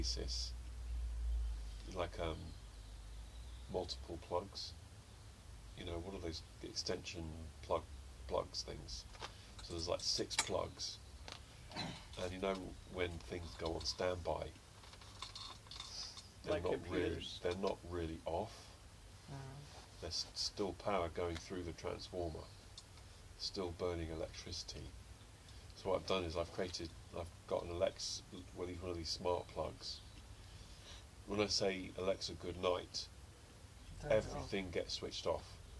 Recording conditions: sounds in the background